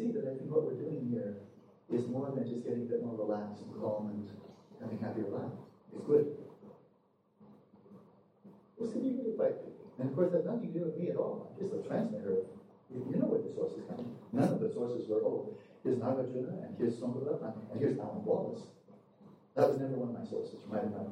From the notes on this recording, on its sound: Due to multiple recording errors, this afternoon's podcast is an optimized recording from an iPhone. Because of this, it is difficult to hear clearly.